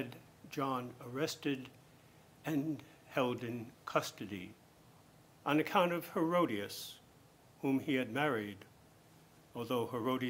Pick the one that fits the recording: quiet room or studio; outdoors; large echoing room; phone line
large echoing room